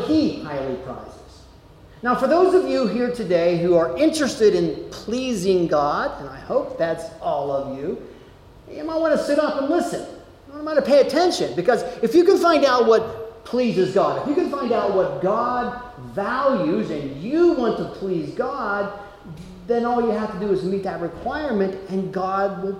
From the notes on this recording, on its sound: Delivered at Amity UCC in Meyersdale, PA.